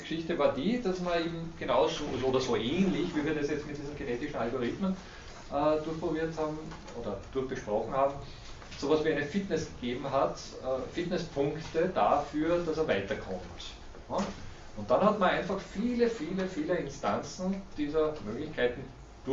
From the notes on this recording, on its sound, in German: Diese Vorlesung wurde von Studierenden aufgenommen